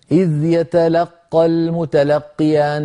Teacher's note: لكن انتبه إلى بعض الأمور في تلاوة القرآن، من جملة ذلك عندما يكون عندك حرف مشدد مضعف يعني لابد من بيان الحرفين، إذ يتلقى المتلقي المتلقي لقي قافان المتلقي، أما إذا قلنا إذ يتلقى المتلقيان يعني القاف الأولى الساكنة كأنها يعني ذهبت أو يعني صوتها صار ضعيفا